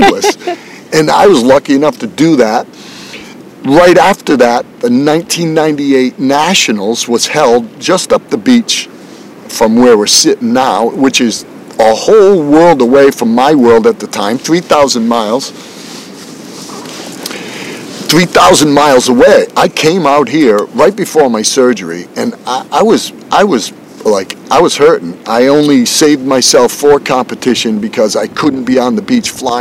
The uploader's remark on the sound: I recorded this on the beach, so at times there is some wind noise. This is rather raw discussion without editing.